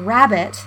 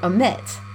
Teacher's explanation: we stress the first syllable in the word rabbit and the second syllable in the word omit